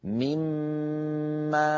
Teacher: بعد أن أدغمنا النون في الميم صار النطق بميم مشددة لأن النون قد تحولت إلى ميم، فصار عندي ميم ساكنة وميم متحركة، فأدغمنا الميم في الميم فصار النطق هكذا ميمال. · ميمال هكذا ننطقها ممطوطة الغنة أكمل ما تكون كما ذكرنا في أزمنة الغنن أول ما تكلمنا عن أحكام الميم الساكنة في دروسنا الأخيرة.